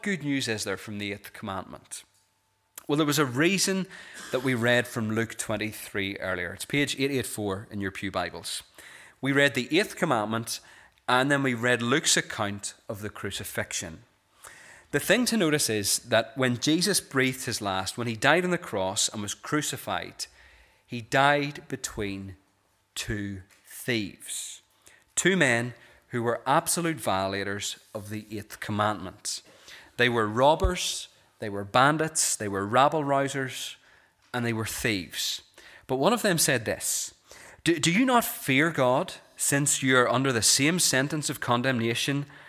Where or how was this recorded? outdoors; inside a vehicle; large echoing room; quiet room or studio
large echoing room